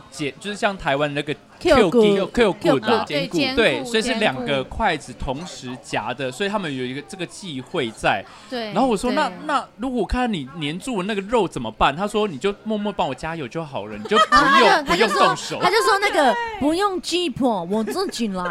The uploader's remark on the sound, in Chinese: 這集我們把錄音棚直接搬到居酒屋。